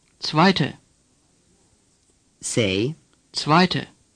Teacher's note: Say t at the beginning, followed by v sound.